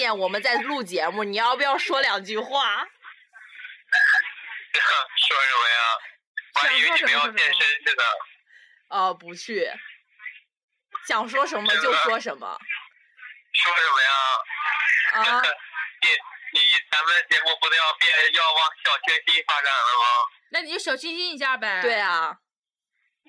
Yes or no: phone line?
yes